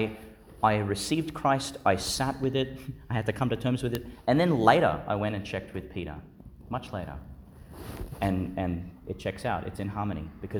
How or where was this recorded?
large echoing room